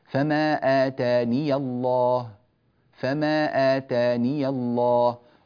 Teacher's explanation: قرأها قالون بإثبات الياء مفتوحة، بإثبات الياء مفتوحة في حال الوصل